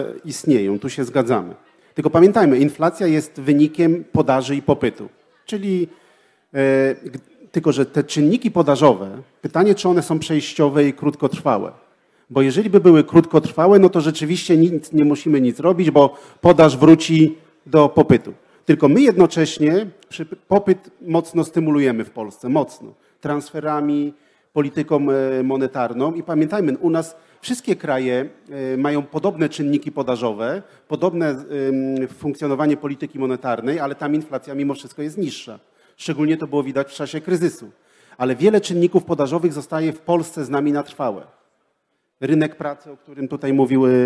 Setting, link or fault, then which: setting, live audience